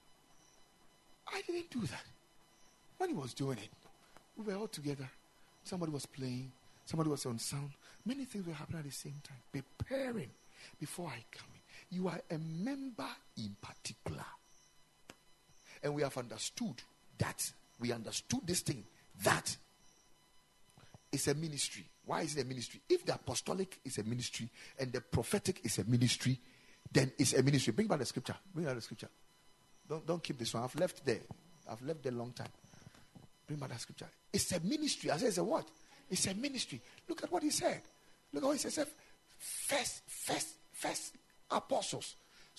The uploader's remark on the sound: Preached at the Ekklesia Chapel